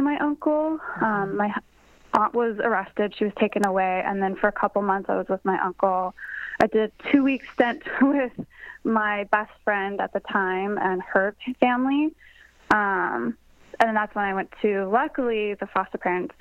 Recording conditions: phone line